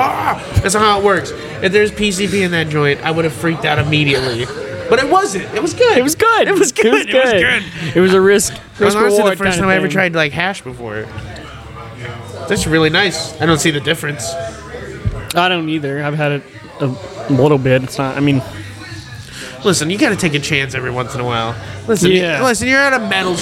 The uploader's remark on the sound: LIVE FROM THE AXL BARBER SHOP!